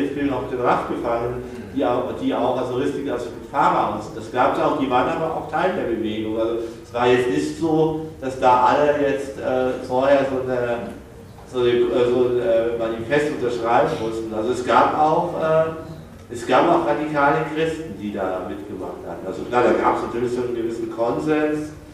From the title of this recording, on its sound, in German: Mitschnitt einer Veranstaltung